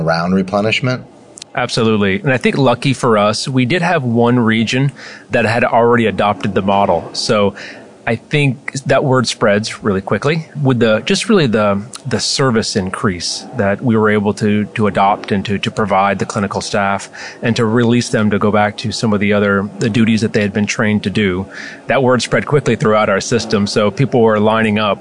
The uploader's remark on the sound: live at AHRMM23 in Orlando